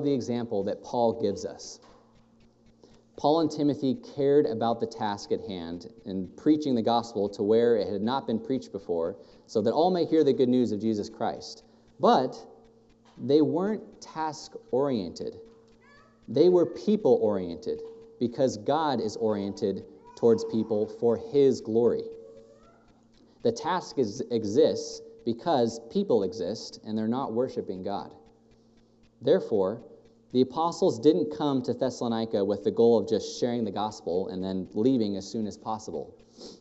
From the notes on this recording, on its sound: thank you for this morning that we can all gather within this building and be able to hear your word preached